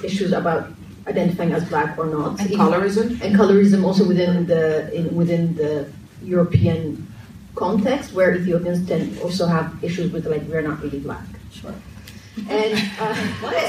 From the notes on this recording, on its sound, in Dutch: This recording is from our very first Live show. Unfortunately technology failed us back then and the recording was lost. Onze eerste Dipsaus live podcast is een feit. Dipsaus was te gast bij het Read My World festival in de Tolhuistuin in Amsterdam Noord.